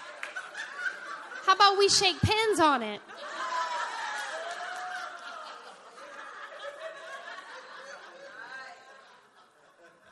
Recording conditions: live audience